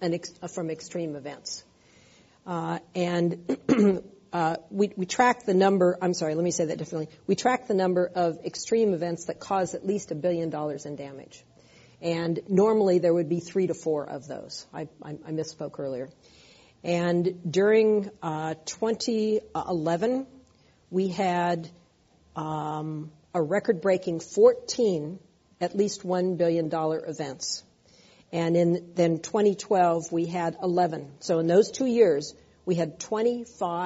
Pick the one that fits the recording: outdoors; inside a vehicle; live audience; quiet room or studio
live audience